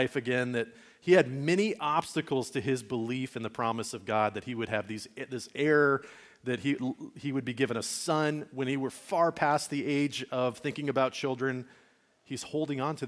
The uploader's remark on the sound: Message recorded at Liferoads Church in Spokane, Washington, on Sunday, June 25, 2023.